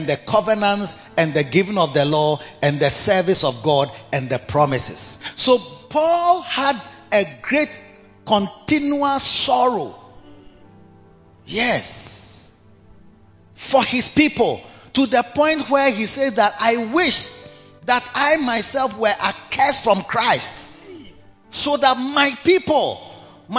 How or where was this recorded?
large echoing room